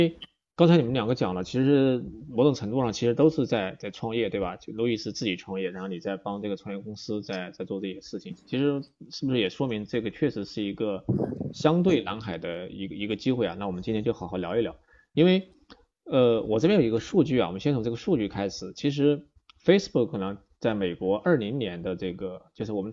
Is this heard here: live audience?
no